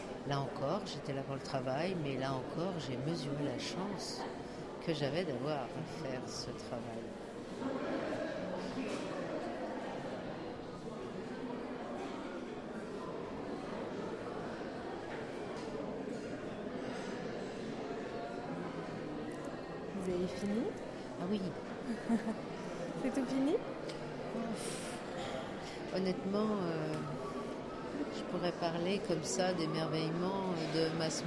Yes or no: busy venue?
yes